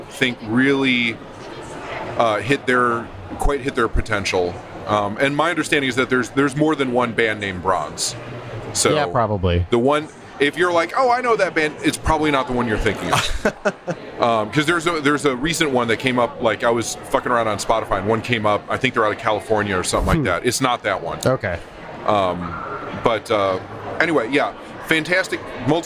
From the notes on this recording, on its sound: on location at the Memphis Listening Lab/WYXR Record Swap in Crosstown Concourse